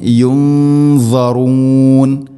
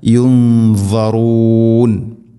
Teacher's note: ഇഖ്ഫാം ബിഗുന്ന അവ്യക്തമാക്കി മണിക്കണം. വാദ് സ്വരഭാരത്തിൽ ഉച്ചരിക്കേണ്ട അക്ഷരമാണ്, അതുകൊണ്ട് അതിൻ്റെ കൂടെ വരുന്ന ഗുന്നയും അഥവാ ആ മണിക്കലും സ്വരഭാരത്തിലായിരിക്കാൻ ശ്രദ്ധിക്കണം.